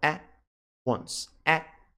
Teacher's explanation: At once, você simplesmente dá uma pausa, at once, at. Prepara o T, mas não pronuncia · Term: T mudo